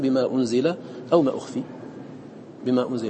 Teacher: فما، ما كلمة آخرها ألف هو حرف مد، بعدها همزة من أنزل، همزة قطع، فقد التقى ما الألف من ما مع الهمزة، فهذا سبب للزيادة · Term: المد المنفصل